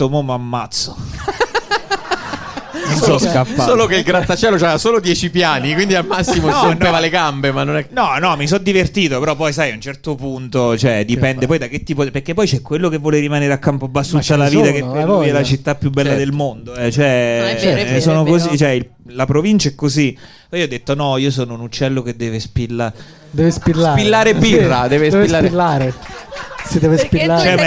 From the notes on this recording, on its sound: Live dal GhePensiMi di Milano